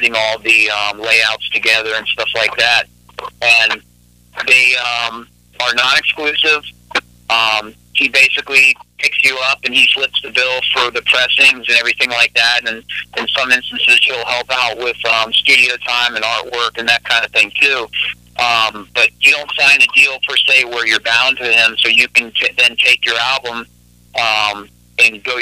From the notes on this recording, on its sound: called in live on The … Show